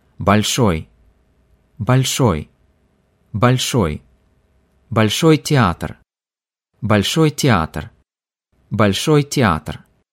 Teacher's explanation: Bolshoi is pronounced stressing the end of the word in Russian